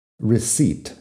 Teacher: La E I después de la C, que es un poco raro, porque normalmente la combinación E se ve mucho más que la E, I. Luego la P que no suena